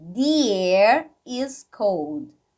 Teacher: Ela vai ter esse som de di quando ela estiver antes de uma outra palavra que inicia com som de vogal